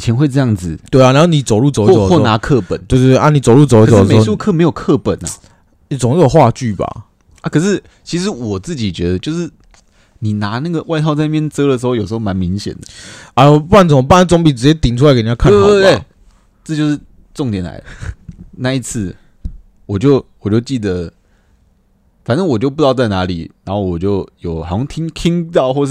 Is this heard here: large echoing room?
no